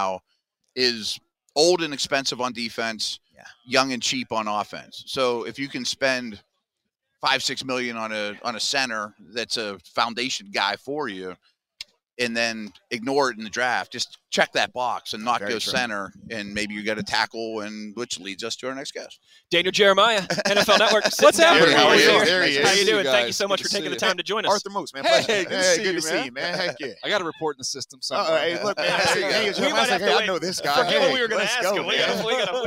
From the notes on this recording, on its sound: HR3: The Blitz LIVE from the NFL Combine.